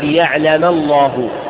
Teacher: فاللام بعد الفتح والضم مفخمة · Term: تفخيم اللام